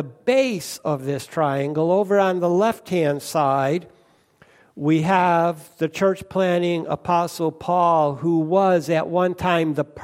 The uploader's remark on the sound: First Congregational Church of Clinton, MA -- Sermon